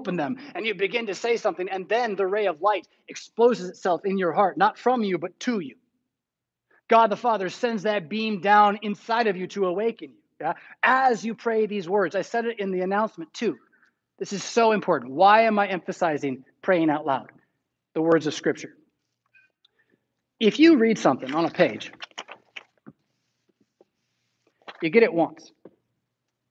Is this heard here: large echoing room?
yes